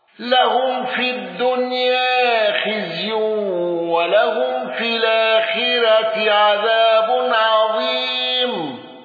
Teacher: ابن ذكوان بالسكت على أل واندرج معه حفص